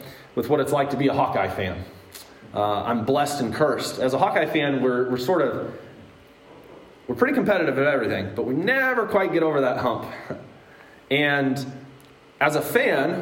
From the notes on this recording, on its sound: Today's word of encouragement comes from a sermon I preached at Hope Evangelical Free Church on February 24th, 2022.